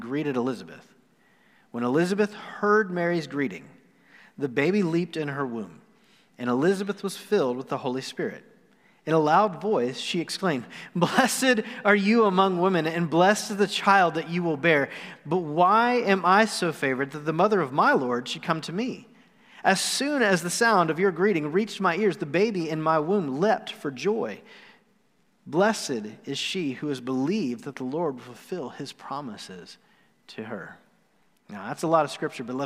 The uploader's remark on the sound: Recorded live on November 29, 2020.